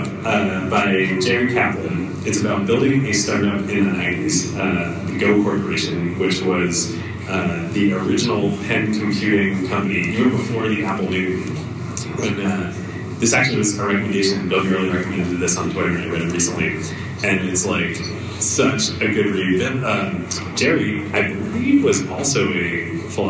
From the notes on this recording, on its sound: For our first-ever SF live show! In front of a packed house. The audio quality is a little rough due to some A/V issues at the live show.